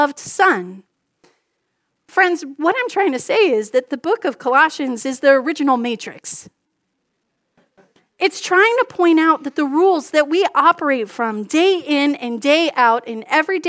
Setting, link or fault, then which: setting, large echoing room